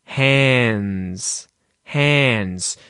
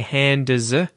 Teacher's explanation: that D sound is actually muted. It's not said because there's kind of three consonants. · Shown in: first take · There's an N sound, a D sound, and then an S in the spelling, but it's a Z sound, right?